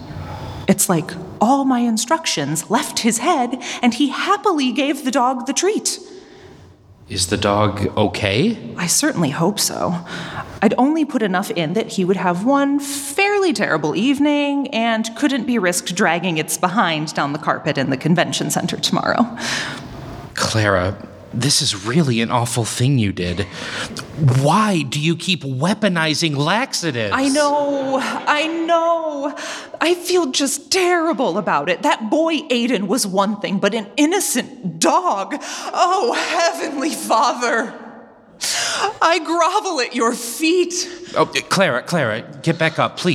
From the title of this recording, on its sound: LIVE SHOW!